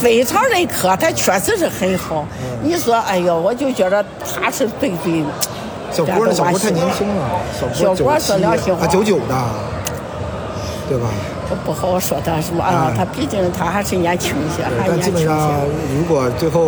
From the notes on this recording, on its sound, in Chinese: 中超现场：回到久违的鲁能大球场。看了山东泰山和长春亚泰的比赛，也用声音纪录了下了这场中超比赛。